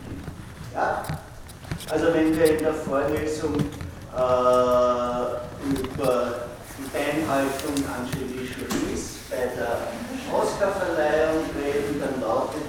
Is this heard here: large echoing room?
yes